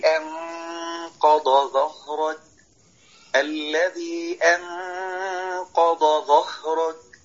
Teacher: كأنك طالع سلم كده من تحت لفوق، ترقيق ثم تفخيم